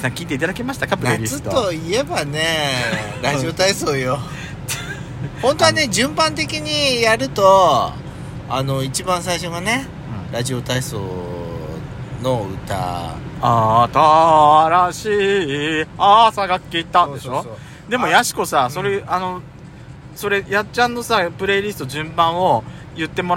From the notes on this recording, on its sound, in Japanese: ドスドライブ収録 #ロードノイズゴメンね。